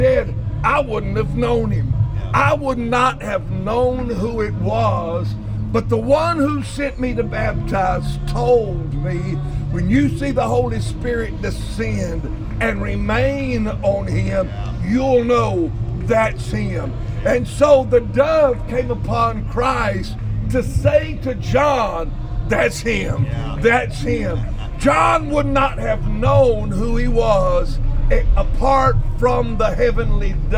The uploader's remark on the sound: Live from the Jordan River.